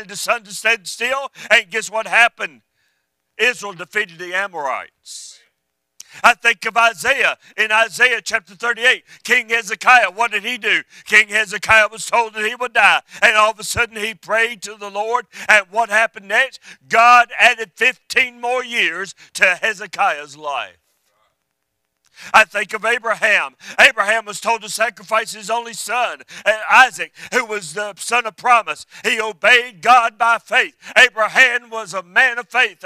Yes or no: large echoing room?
yes